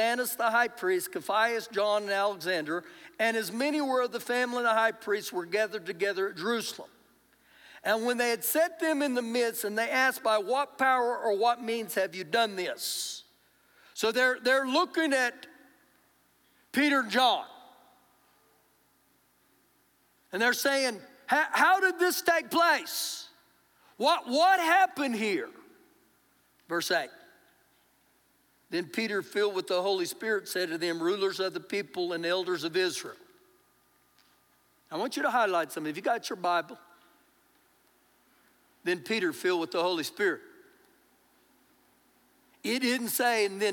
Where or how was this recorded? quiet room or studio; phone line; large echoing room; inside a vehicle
large echoing room